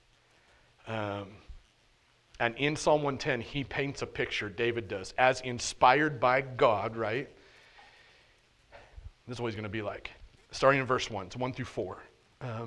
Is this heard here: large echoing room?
yes